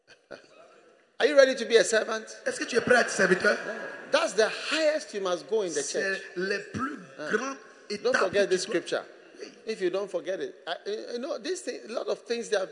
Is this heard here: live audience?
yes